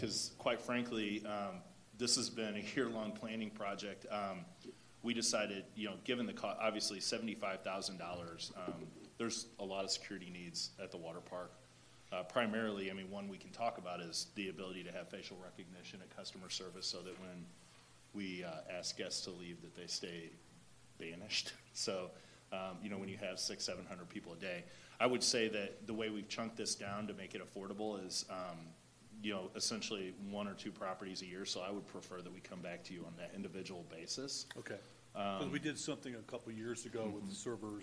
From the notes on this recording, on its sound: This is a live recording of the Collinsville City Council from February 8, 2022.